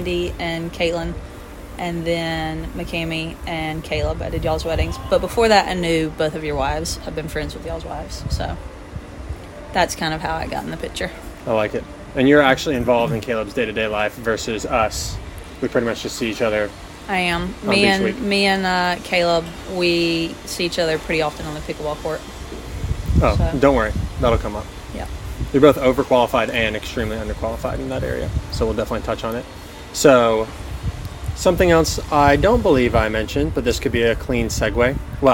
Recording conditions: wind noise